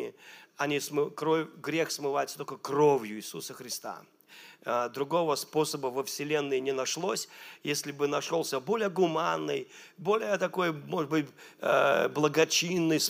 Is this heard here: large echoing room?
yes